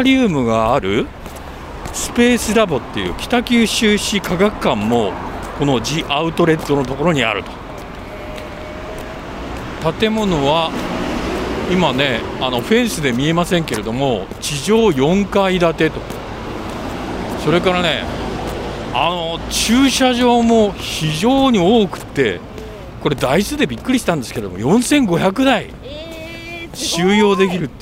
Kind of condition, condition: setting, outdoors